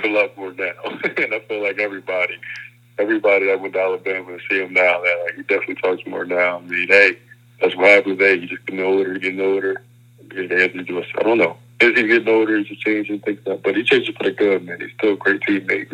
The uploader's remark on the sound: hop on the phone